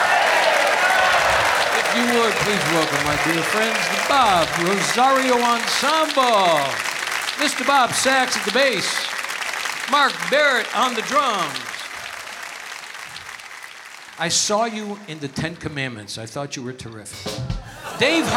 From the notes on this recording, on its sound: Live at the South Point Casino